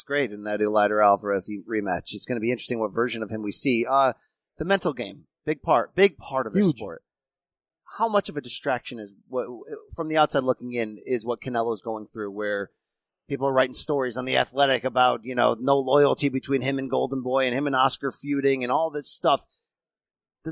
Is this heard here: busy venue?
yes